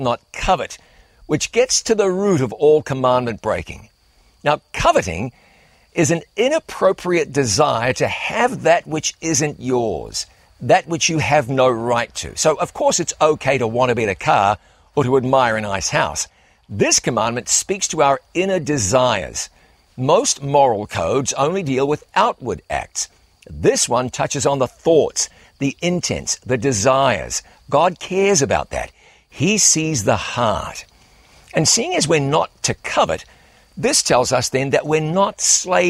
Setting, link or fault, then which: setting, outdoors